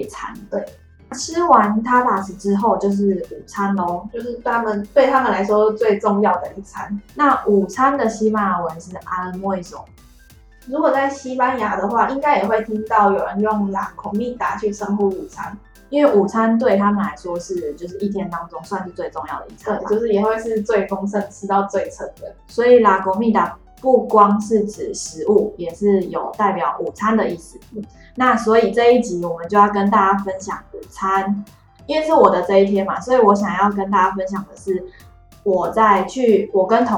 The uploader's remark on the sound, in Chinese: 此集錄製回音較重，敬請大家見諒